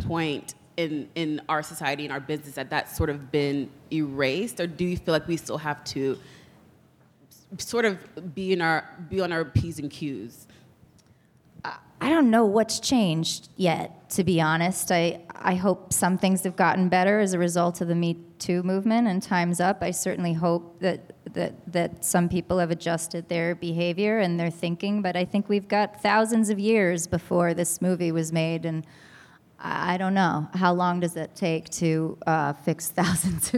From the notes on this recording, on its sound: Live from TIFF! Live from the Toronto International Film Festival.